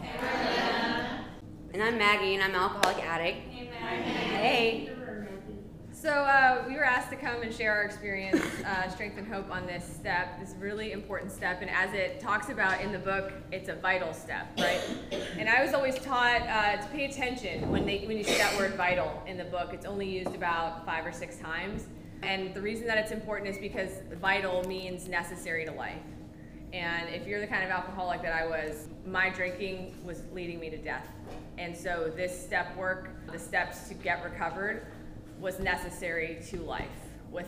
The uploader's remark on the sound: This episode of Big Book Workshop was recorded live from our Cinco De Mayo Celebration!